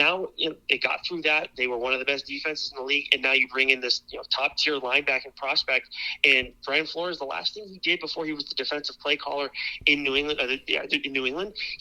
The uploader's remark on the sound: DRAFT KINGS ANALYST CALLS IN!!!